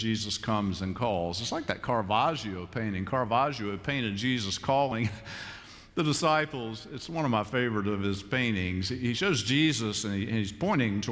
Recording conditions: large echoing room